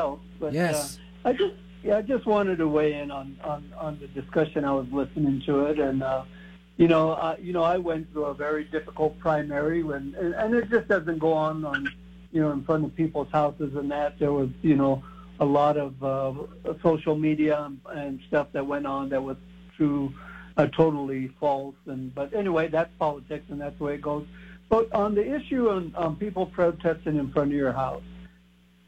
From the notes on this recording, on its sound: takes your phone calls